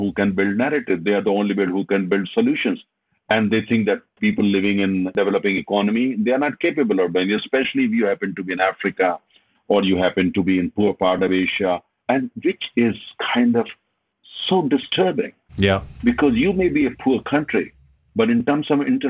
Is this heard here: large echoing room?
no